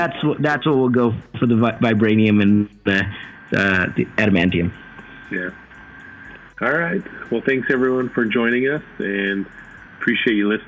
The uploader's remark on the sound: We again apologize for the poor audio on this one. We recorded GotG Vol 1 and 2 back to back and didn't realize it was bad audio until after we were all done.